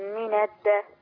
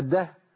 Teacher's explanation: الدهر خدي بالك من الدهر الراء وقعت منك لازم ابين الراء من الدهر لان لو انا ما بينتش الراء هتبقى الده · Shown in: first take